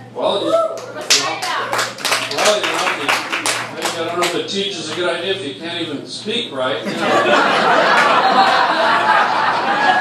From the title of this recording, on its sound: LIVE ON STAGE